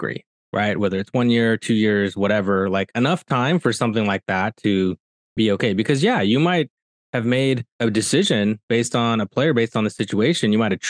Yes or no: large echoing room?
no